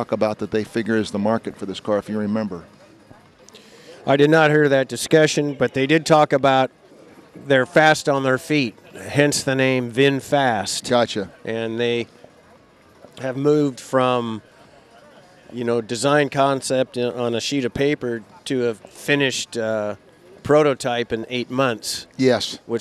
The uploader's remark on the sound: Live at the LA Auto Show